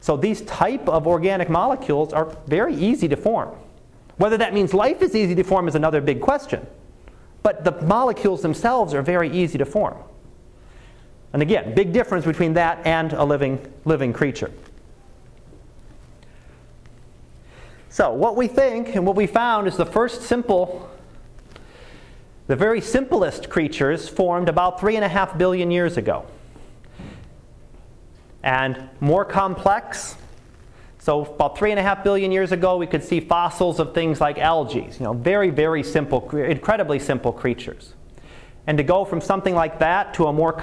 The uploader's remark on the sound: Live Class Lecture